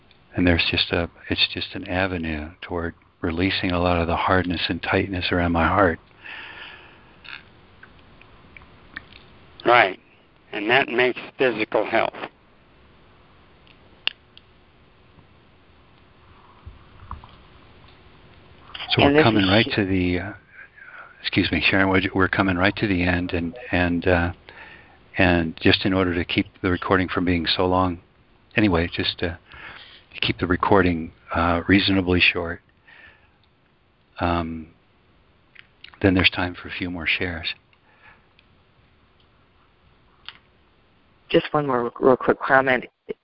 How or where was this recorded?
phone line